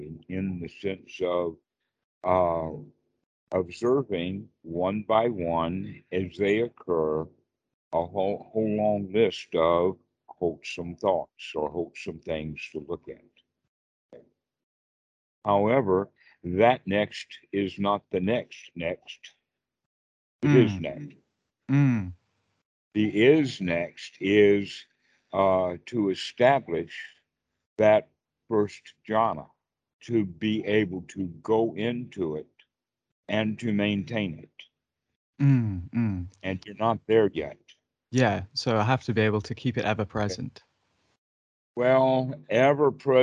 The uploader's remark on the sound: skype calls on this channel